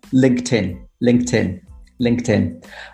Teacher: it should be LinkedIn with a T sound, like table. If you think about it as LinkedIn and you put it together, it makes much more sense.